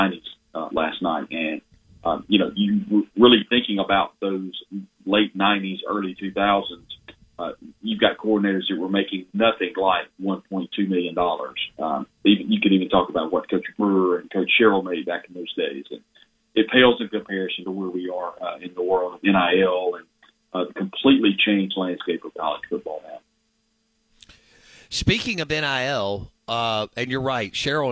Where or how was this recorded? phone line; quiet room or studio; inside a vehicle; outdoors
phone line